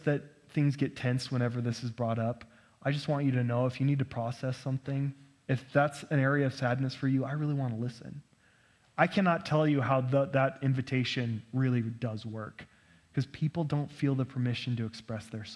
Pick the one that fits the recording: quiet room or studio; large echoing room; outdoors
large echoing room